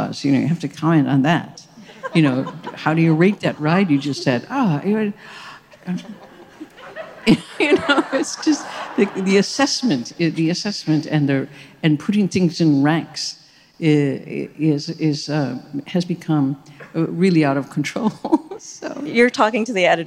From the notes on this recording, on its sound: as part of a live event recorded last year during the Chicago Humanities Festival